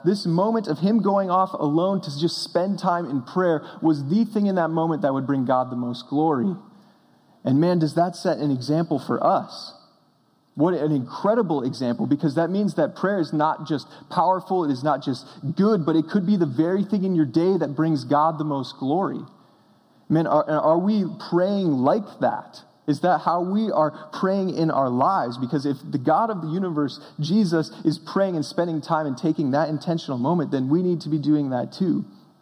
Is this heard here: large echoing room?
yes